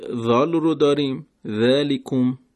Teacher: خب در این عبارت ما حرف ذال رو داریم، ذالکم که باید درست تلفظ بشه، نوک زبان به نوک دندانهای بالا